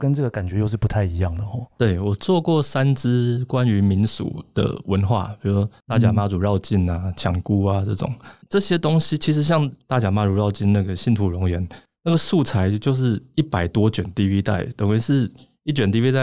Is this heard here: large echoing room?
no